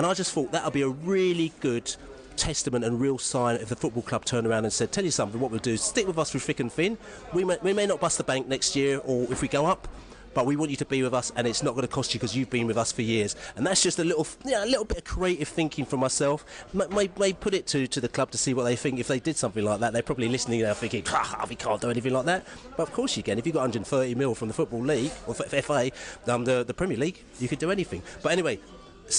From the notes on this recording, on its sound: Pre-match podcast from the pub. Fans in the pubs discuss MK Dons and Hull matches.